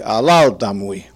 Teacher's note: Every time there is an R, you will see that I pronounce it as though it were the letter L.